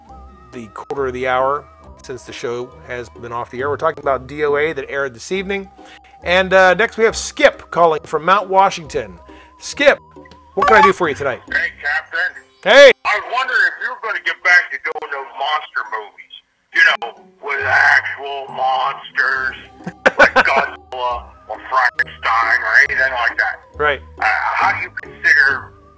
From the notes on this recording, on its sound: takes your phone calls